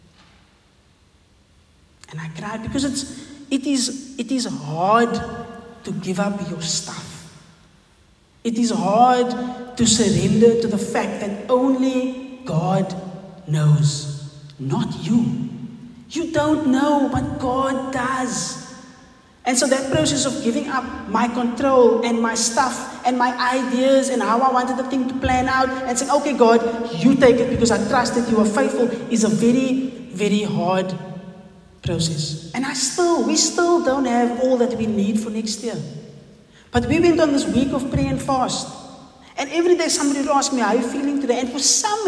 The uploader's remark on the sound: Recorded on the 1st Sunday in Advent at St John's Wynberg